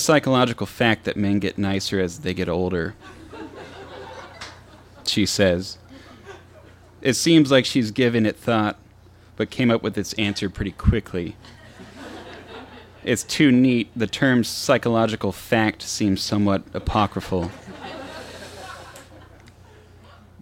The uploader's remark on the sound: Recorded live on 8 March 2016 at Tiger!Tiger! Tavern in San Diego, California.